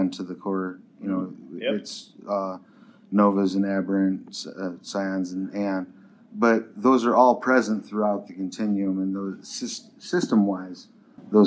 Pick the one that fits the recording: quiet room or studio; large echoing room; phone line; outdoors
large echoing room